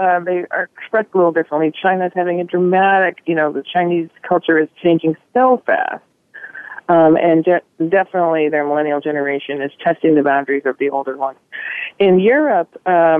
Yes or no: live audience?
no